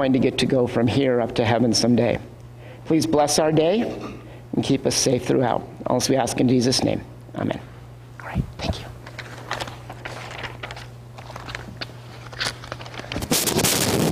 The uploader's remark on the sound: Worship Recording from Sunday, July 11th at First Lutheran Church and School in Clearwater, Florida